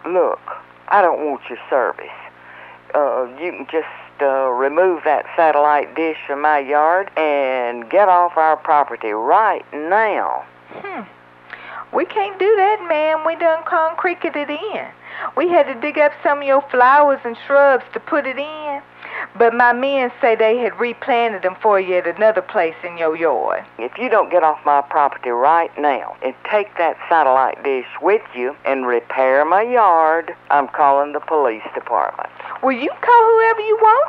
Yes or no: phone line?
yes